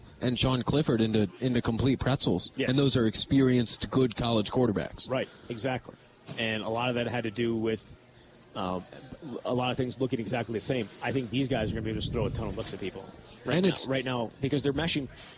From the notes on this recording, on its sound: live at Monk's in Sun Prairie